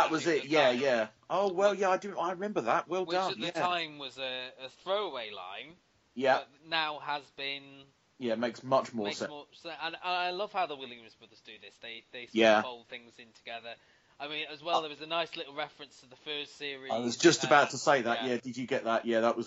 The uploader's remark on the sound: Pub Podcast. Due to the recording software used the bulk of the podcast is very quiet.